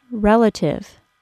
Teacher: The first syllable of the word relative is stressed, and it is pronounced as re, with a short E sound